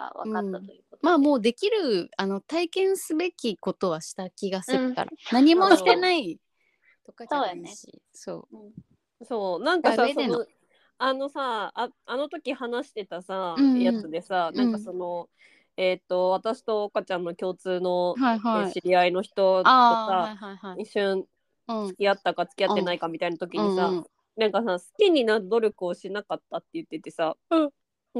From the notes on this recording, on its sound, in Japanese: リモート収録につき時々途切れてますが